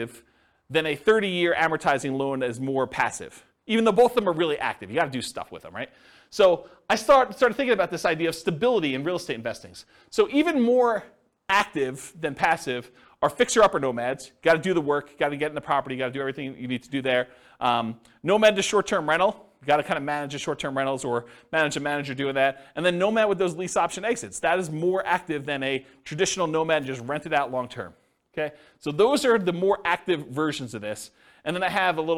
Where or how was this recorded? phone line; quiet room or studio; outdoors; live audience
live audience